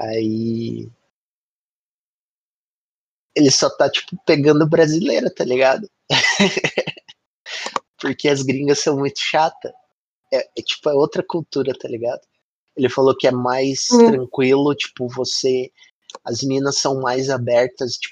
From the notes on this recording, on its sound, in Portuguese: Teste de gravação 06/04 com o Discord. Teste de gravação 06/04 com o Discord.